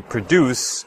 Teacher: in the verb form produce, the stress is on the second syllable